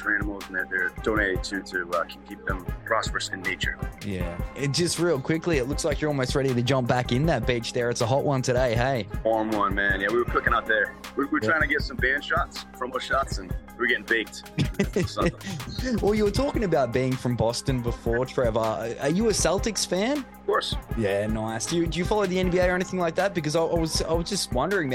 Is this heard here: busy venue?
yes